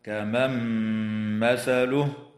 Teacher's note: والنون الساكنة في قوله تعالى: كمن مثله، حكمها الإدغام مع الغنة